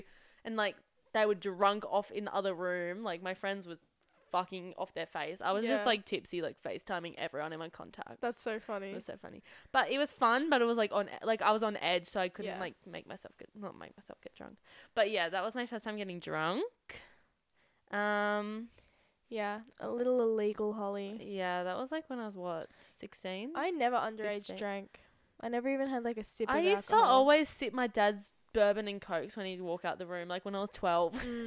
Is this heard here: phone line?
no